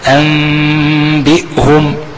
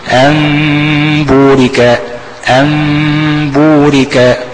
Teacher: إخفاء الميم بيحتاج فرجة بسيطة